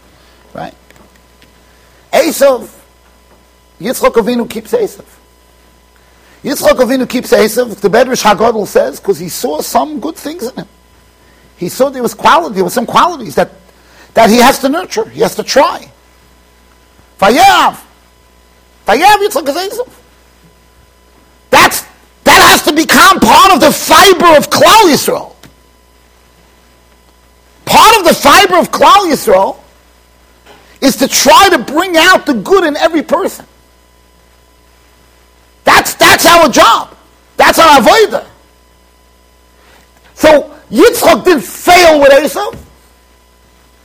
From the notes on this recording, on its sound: Shiur recorded in Yeshivas Ohr Reuven, Monsey NY